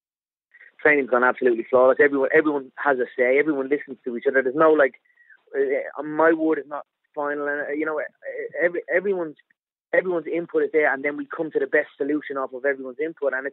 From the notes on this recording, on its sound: On a conference call.